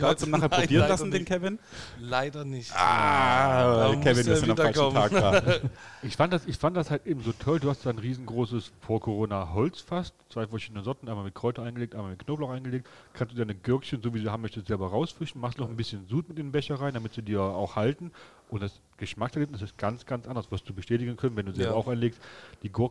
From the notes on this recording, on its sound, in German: Gemütlich im Ferdinands. Obwohl schon nach Feierabend gabs noch ein paar leckere Desserts für uns, bevor wir mal wieder mit neuer Technik unsere Aufnahme gestartet haben!